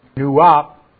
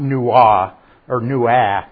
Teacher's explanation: And that's why I put the little quote sign there, because when you get to the end of the A, you stop your glottal. It's a glottal stop. · Shown in: first take · So it's not nua or nua.